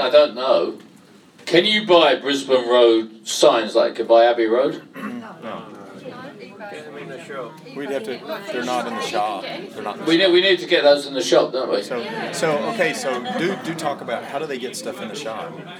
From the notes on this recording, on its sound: Recorded in the Supporters Club. Spoke to a live audience of Leyton Orient fans.